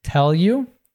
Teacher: the you reduces and links to tell.